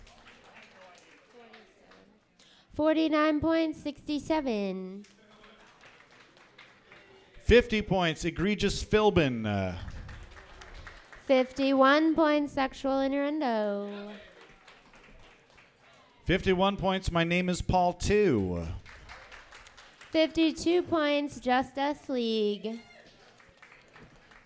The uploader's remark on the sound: Recorded live at The Local 907 in Renton, WA!